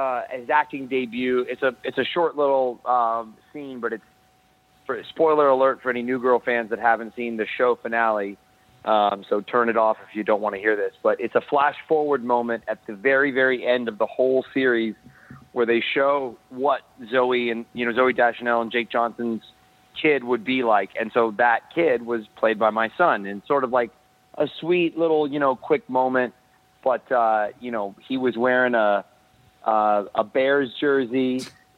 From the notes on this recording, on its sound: were joined over the phone